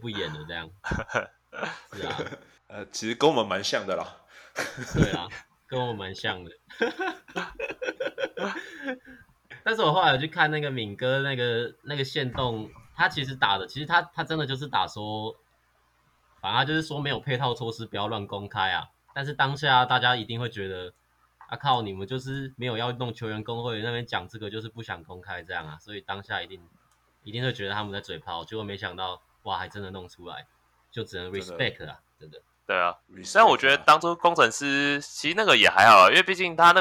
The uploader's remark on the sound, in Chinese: 本集收音有點問題